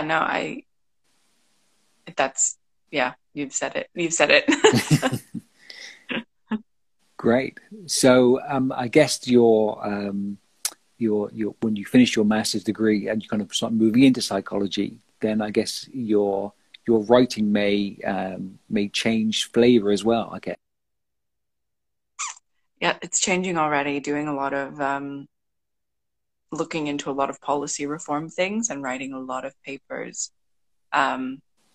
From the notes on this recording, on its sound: Instagram Live interviews